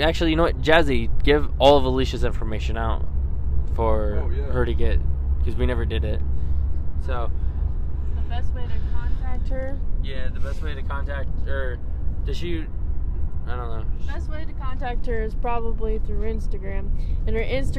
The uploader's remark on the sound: While she tattoos. Records at home how it went also a quick 8mins in the car.